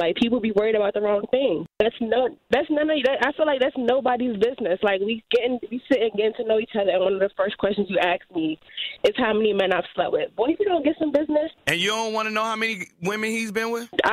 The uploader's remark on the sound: Listeners called